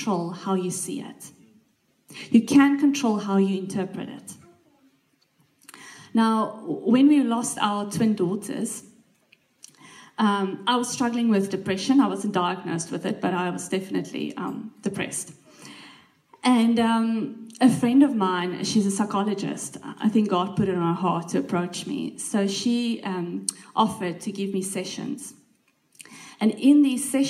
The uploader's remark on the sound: This message was recorded live at our Malmö Gathering on Sunday, September 10th, 2023. C3 Church Malmö & Lund.